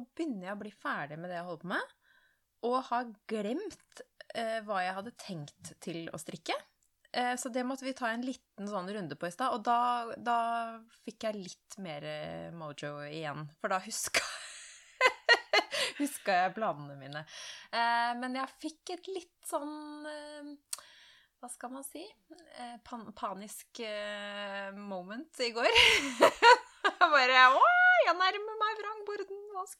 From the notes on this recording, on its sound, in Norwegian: Mye maling og annen puselyd.